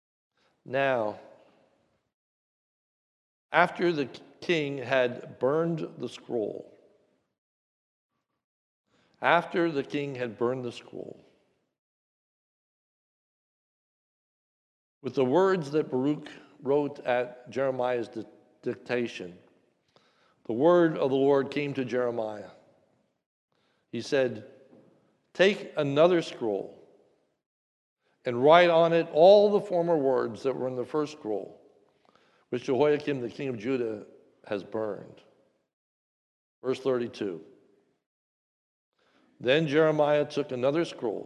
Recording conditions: large echoing room